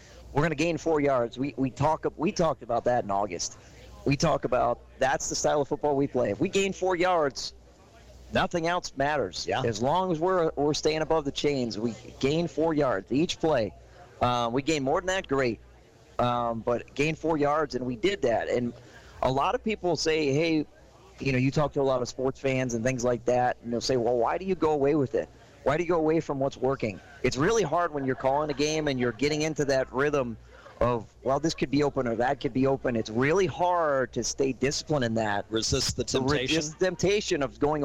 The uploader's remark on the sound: Live from Sports Page Grille in Ashland, heard live on 102.9 The Mater.